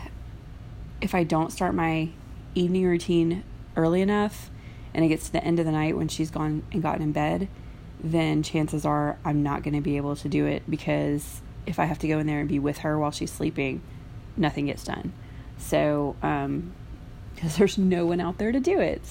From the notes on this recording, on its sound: I’m not sure why I sound like I’m licking stamps lol.